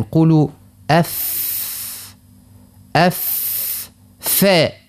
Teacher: بعد الحروف هذوما ثلاثة عنا البطن متاع الشفة التحتية، البطن متاعها يعني في الوسط، بطن الشفة يخرج منه مع الثنايا العليا يخرج منه حرف الفاء، نقوله فاء ما نقولوش فاء هكايا، لا، يلزم السنين الفوقانيين أذوكم يمسوا في البطن متاع الشفة السفلى من طرفيهما ومن بطن الشفة، فالفاء مع أطراف الثنايا المشرفة.